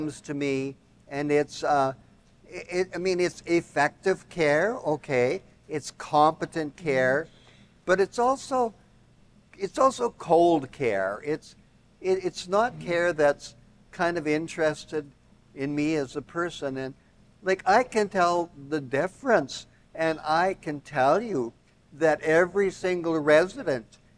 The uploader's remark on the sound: Hosting a LIVE recording at the Schlegel Villages Operational Planning Conference in Niagara Falls.